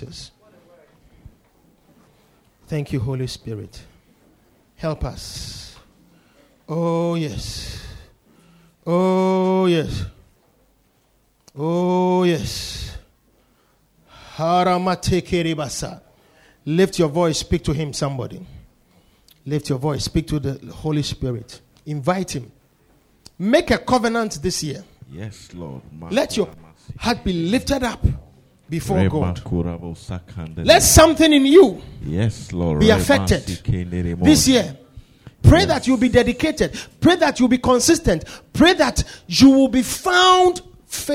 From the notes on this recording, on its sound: Preached at the Poimen Church-HQ on the 21st of January 2024.